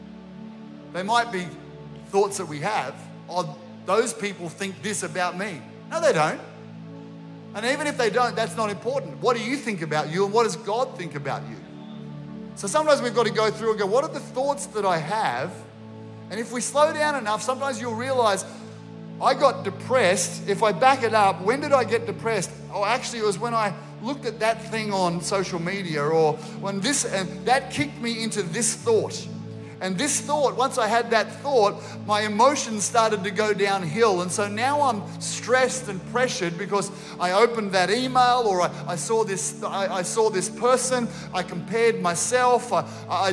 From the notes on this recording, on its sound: This was recorded during our 9am service.